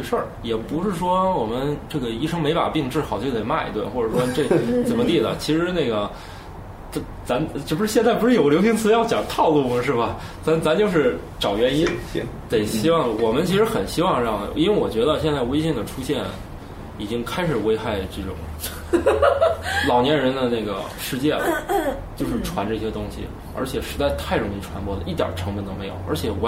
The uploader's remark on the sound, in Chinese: 本期节目为在张大妈办公区用录音笔录制，可能有街道上的杂音，请见谅。